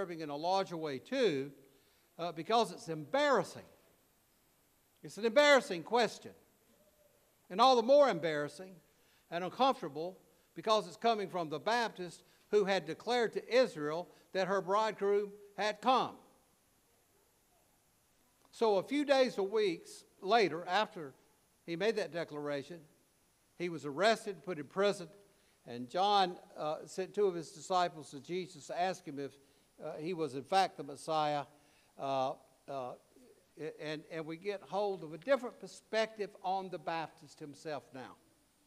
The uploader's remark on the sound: preached at All Saints Anglican Church in Charlottesville, VA on December 17, 2023.